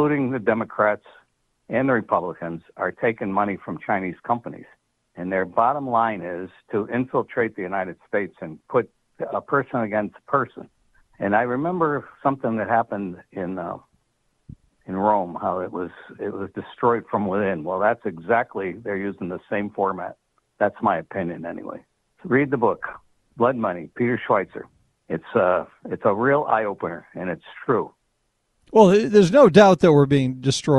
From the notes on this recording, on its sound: take phone calls